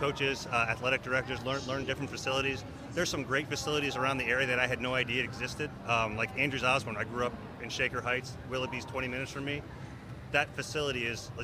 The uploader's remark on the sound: We're live from Guards Fest in snowy Downtown Cleveland. On the Cleveland Guardians Radio Network.